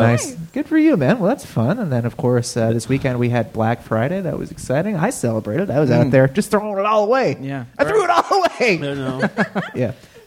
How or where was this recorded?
live audience